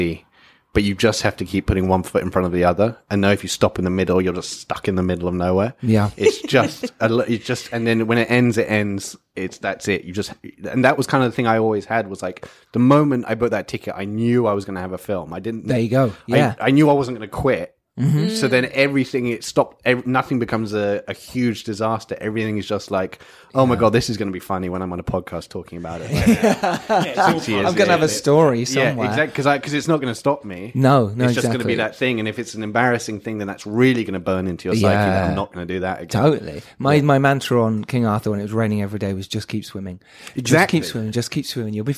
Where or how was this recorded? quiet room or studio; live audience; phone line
quiet room or studio